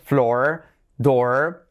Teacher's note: la doble O que no miente, que realmente es una O y bien larga · Term: una O bien larga